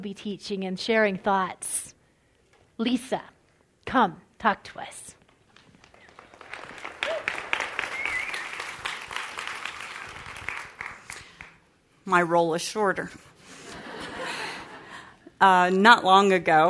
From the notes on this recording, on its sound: Live talk from our April 2016 Captivating event.